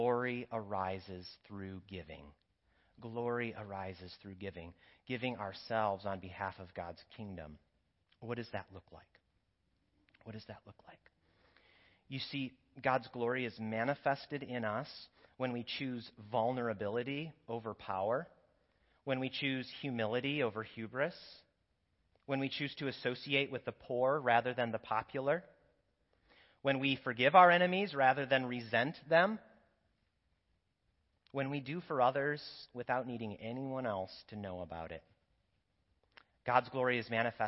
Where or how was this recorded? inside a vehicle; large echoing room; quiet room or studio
large echoing room